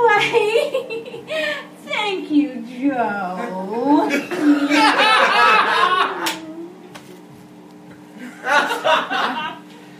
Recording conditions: live audience